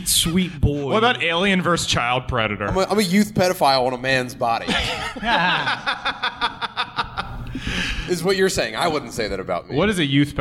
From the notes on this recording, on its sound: Live from the Tiny Penis.